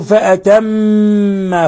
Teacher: عندنا حرف غن مشدد الميم، وعندنا النون حرف غن مشدد، تغن كل واحدة منها مقدار حركتين